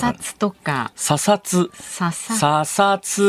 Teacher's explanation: ささつの二文字目の SASA の A が本来は脱落するんですよ · Term: 母音の無声化